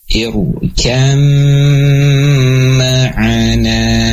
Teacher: Perkuatannya hilang, ya. Dan huruf ba-nya hilang, masuk ke dalam huruf yang kedua, ke dalam huruf mim. · Nah, ini maka masuk ke dalam huruf yang kedua, mim, dan ada gunahnya, gitu ya. Ada gunah memanjangnya. Ditahan sebanyak dua harokat. · Term: idgham dengan gunnah